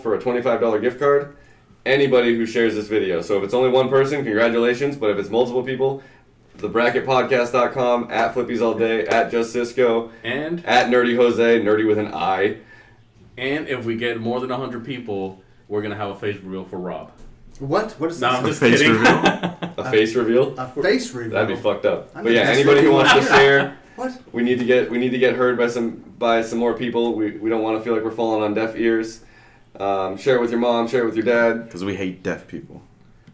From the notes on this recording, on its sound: New microphones, microphones fucking up. We have a new microphone for this episode but unfortunately it was our first time testing out. It's not the best of quality.